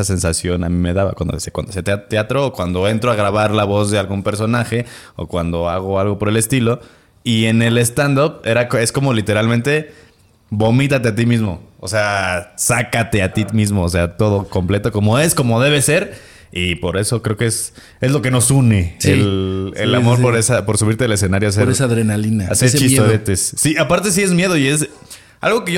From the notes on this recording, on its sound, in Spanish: Desde Café Cuatro Cuartos en Toluca. Grabado en vivo desde el misterioso Café Cuatro Cuartos en Toluca.